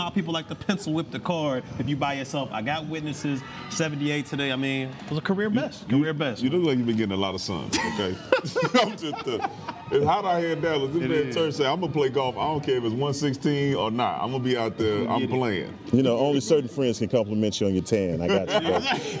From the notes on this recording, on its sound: Live from Dallas Cowboys training camp, in Oxnard CA.